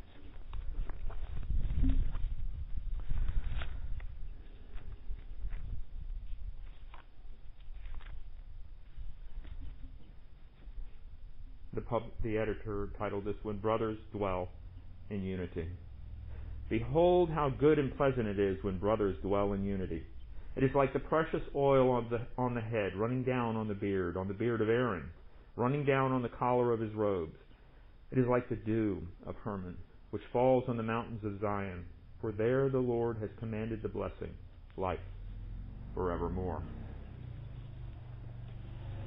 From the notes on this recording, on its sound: Recorded at MPPC on Sunday, August 16, 2020, under the pavilion.